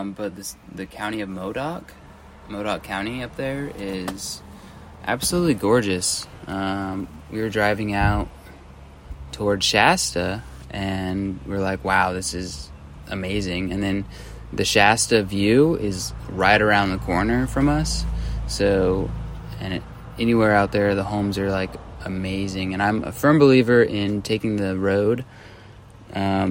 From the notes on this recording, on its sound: Recording from the beach.